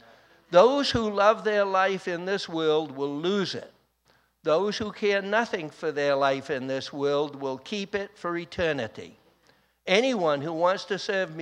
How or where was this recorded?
large echoing room